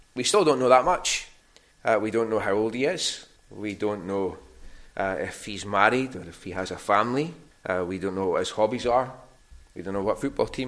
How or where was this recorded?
large echoing room